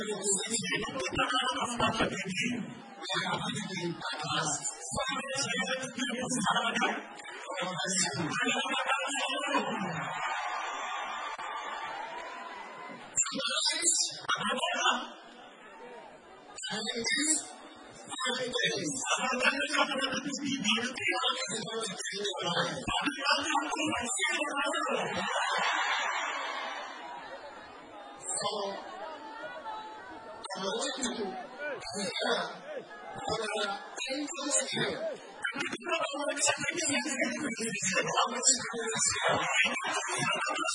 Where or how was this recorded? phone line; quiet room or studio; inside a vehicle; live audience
live audience